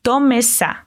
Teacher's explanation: Nota que la S de tomes se conecta con la A.